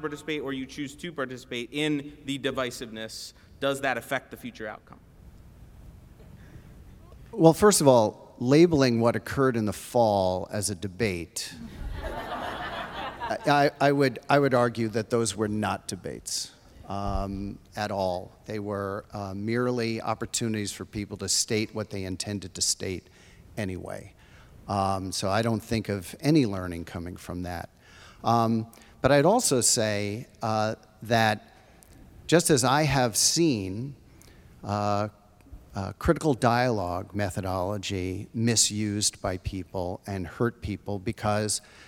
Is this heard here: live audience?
yes